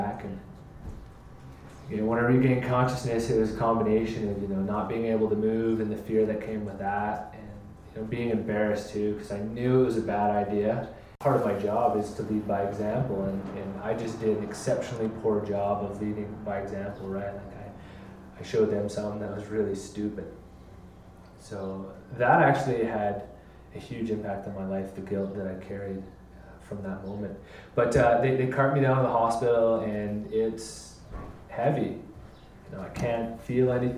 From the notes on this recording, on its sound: Live From 5Point Vol. 3. 5Point Film Festival invited us back for another live Dirtbag Diaries. We invited four people up on stage to to talk about a moment in their lives when it all seemed to go wrong.